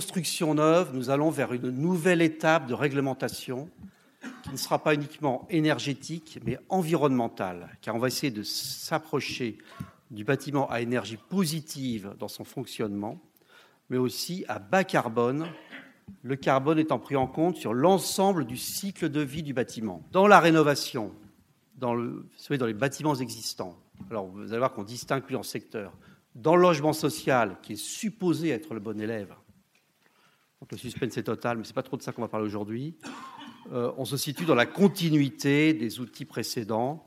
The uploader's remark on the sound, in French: Deuxième table ronde et conclusion de la conférence